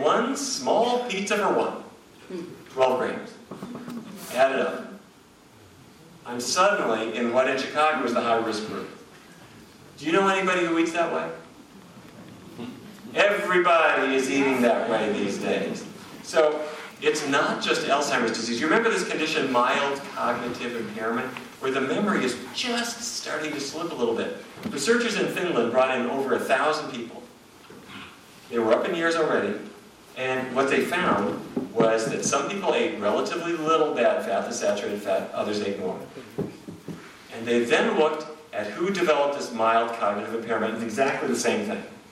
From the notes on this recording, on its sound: a lecture in Vancouver